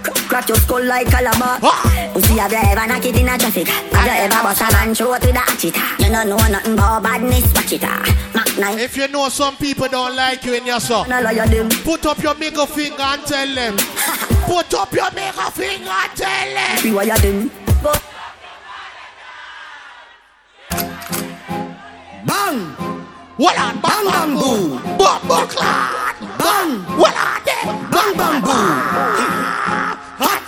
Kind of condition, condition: setting, busy venue